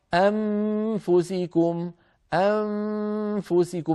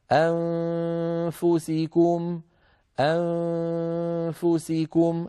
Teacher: بالنسبة إلى النون نضع نهيئ الفم على مخرج الفاء، يعني نقرب أطراف الثنايا العليا إلى باطن الشفة السفلى الذي هو مخرج الفاء عندما ننطق النون المخفى · Shown in: second take · فنقول ولاحظوا أني قلت نقرب، يعني قريب جدا ومن غير ضغط، لأني لا نطبق، لو أطبقنا يتغير الصوت قد يصبح شبه ميم، اسمعوا الغلط، اسمعوا الخطأ، أنفسكم أنفسكم. · Term: النون المخفاة